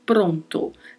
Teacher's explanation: A pronúncia dos dois os são bem fechadas, falamos pronto, não pronto, como falamos comumente no português em várias regiões do Brasil.